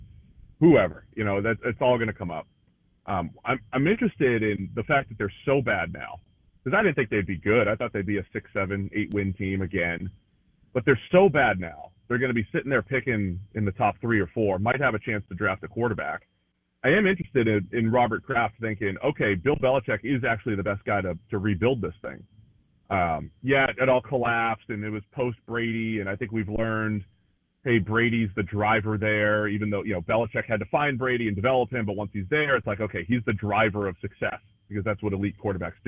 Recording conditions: phone line